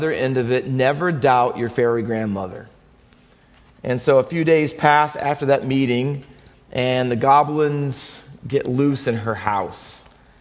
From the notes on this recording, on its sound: Faith Baptist Church in Hamilton, NJ.